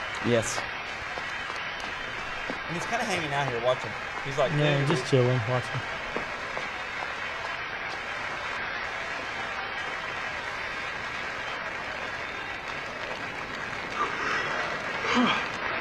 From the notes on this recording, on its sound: LIVE at Planet Comicon! The guys are live from Planet Comicon in Kansas City! In front of a live audience.